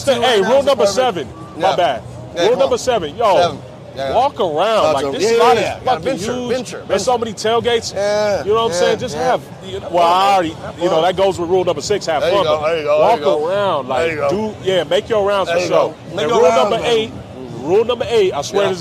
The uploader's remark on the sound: LIVE at the Broncos vs Raiders Game at Empower Field. We're recording live at the Broncos vs Raiders tailgate.